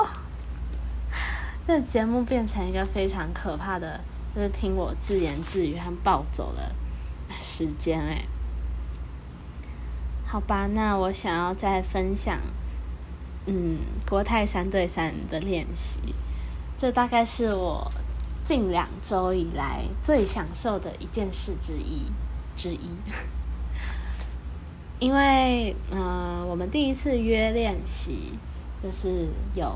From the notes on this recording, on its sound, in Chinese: 這集家庭錄音室聽到的窗外的車聲呢。